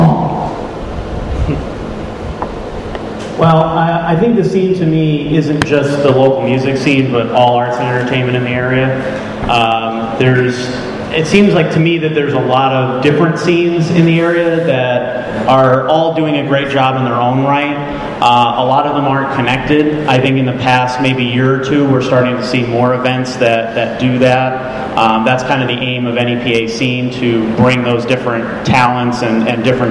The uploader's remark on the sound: As part of the 2015 Electric City Music Conference, NEPA Scene presented a “State of the Scene” panel discussion in front of a live audience at the AfA Gallery in downtown Scranton.